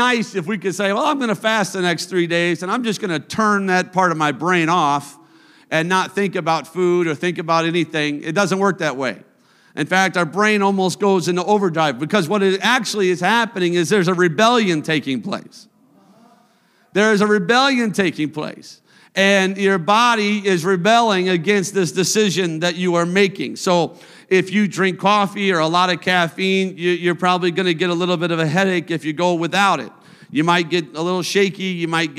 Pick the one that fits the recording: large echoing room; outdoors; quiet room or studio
large echoing room